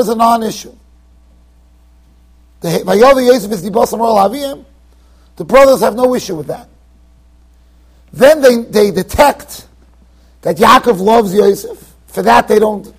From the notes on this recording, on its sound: Shiur recorded in Yeshivas Ohr Reuven, Monsey NY.